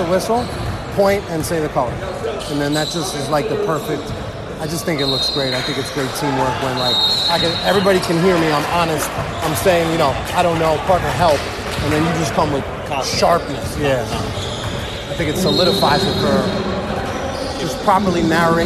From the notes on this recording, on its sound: Live from: House of Sports. I'm going to be recording the conversations with my partners during time outs, halftime and pre and post game.